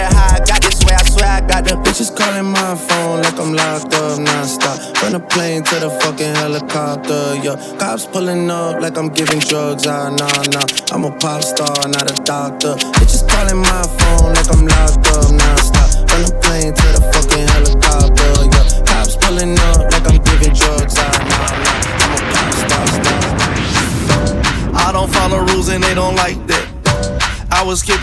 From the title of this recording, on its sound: LIVE from Hashtag Lounge - Alexandria, VA